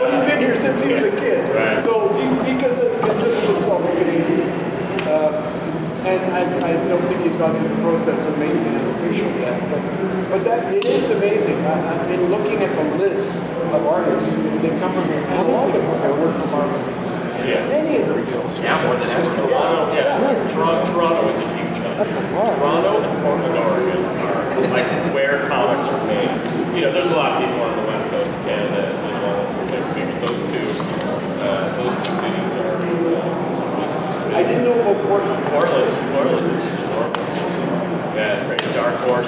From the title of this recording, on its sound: London Comic Con 2018 Panel